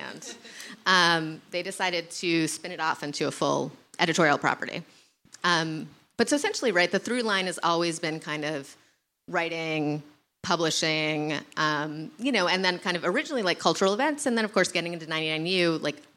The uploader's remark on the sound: Recorded live at Wythe Hotel. As part of The Great Discontent Live series.